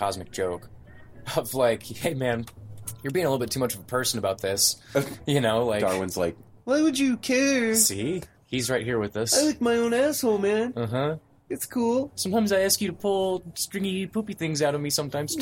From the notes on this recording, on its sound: A Morning On The Porch. This is a live therapy session with the No Simple Road Crew, unedited, raw, unfiltered, and real.